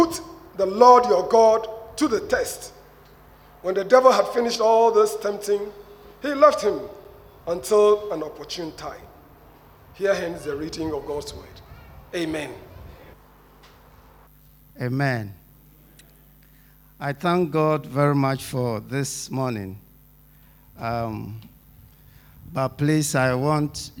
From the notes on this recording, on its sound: Sermon preached at Shiashie Campus